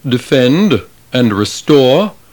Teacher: we hear the accent on the last syllable · Term: stress accents